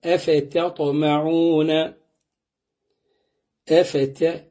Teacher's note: والتاء مهموسة ورقيقة وبعدين الطاء مفخمة وفي ثاني درجة من درجات التفخيم مفتوح وليس بعده ألف